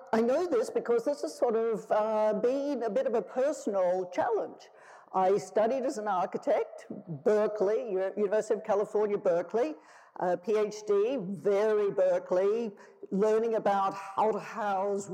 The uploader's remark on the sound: Tells the audience at the Festival of Place.